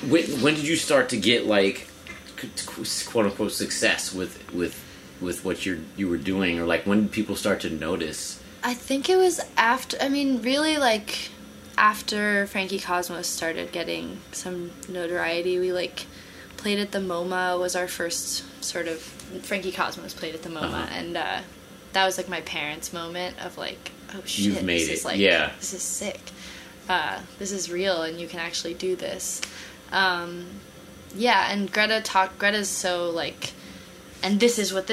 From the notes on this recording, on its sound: While on tour together. Get together in Boston, backstage at the Sinclair, for a talk.